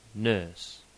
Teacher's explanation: The open mid-central unrounded vowel, turned epsilon or three